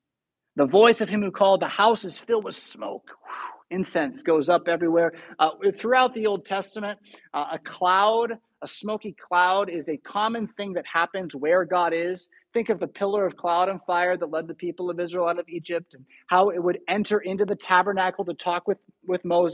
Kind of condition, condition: setting, large echoing room